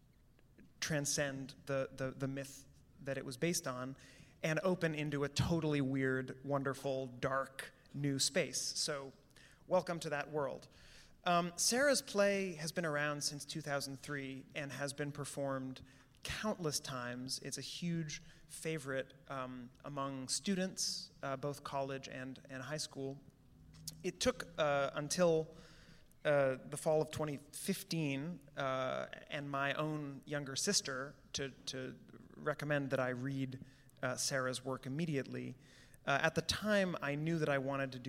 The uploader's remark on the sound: A Pre-Performance Talk. Recorded live on Saturday, February 8, 2020.